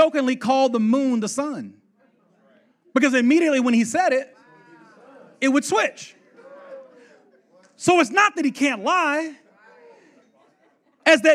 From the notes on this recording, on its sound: the 2018 L3 Conference segment